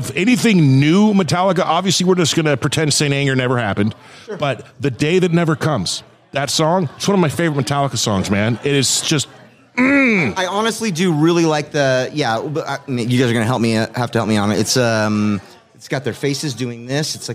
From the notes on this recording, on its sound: Live at the Cedarwood Saloon.